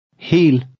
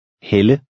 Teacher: The first word makes a long E sound, and the second, a woman's name, makes the Danish short E sound.